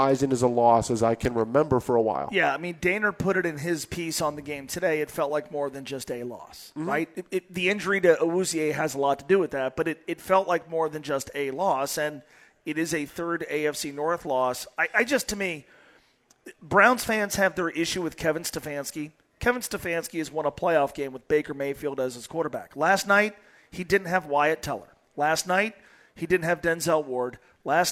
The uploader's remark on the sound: live from Twin Peaks in West Chester